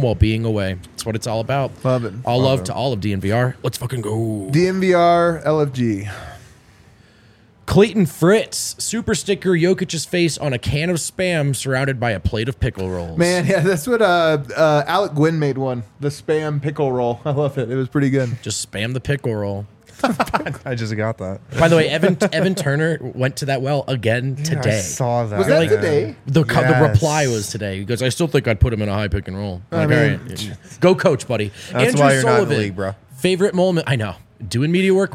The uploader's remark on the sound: come to you LIVE from the DNVR Bar